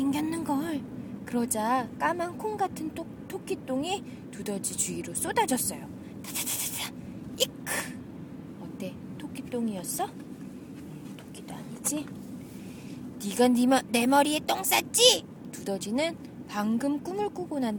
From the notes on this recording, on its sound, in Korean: 부모님 댁으로 가는 차 안에서 녹음한 겁니다.